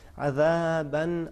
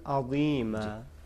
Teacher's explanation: عذاباً یہاں پہ ذال باریک ہے، عظیم ذا موٹا ہے، جی ذال کو جبکہ باریک، دونوں ایک ہی کلمے میں دونوں جمع میں ہے.